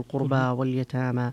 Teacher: القربى واليتامى فيها إمالة والتقليل. القربى فيها الإمالة لحمزة والكسائي وخلف، وقللها ورش بخلف عنه وأبو عمرو.